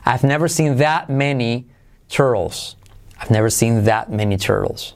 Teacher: esa T de that casi no se pronuncia